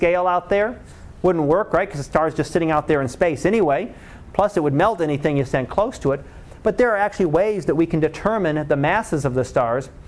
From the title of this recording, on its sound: Live Class Lecture